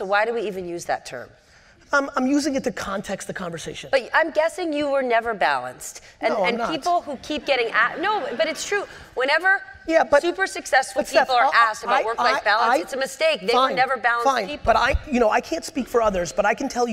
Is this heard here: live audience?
yes